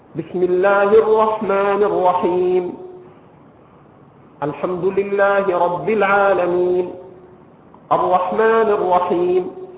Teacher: يقطع الآيات آية آية ويقف عند كل آية